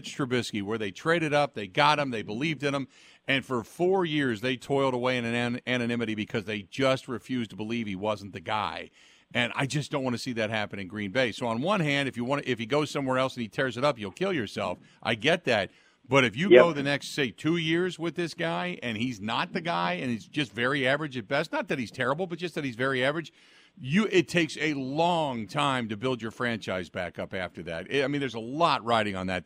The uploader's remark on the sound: LIVE at Camp Randall.